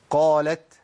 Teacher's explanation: أحقق التاء في حال سكونها، خاصة في حال سكونها لأن الهمس بيبقى أبين، ما عملش فيها صوت يبقى نفس بس